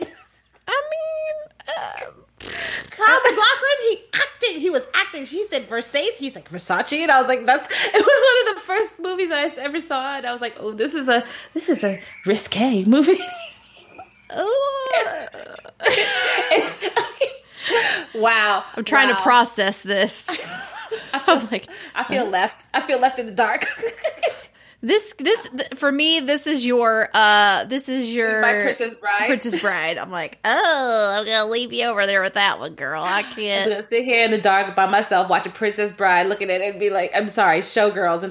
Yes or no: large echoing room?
no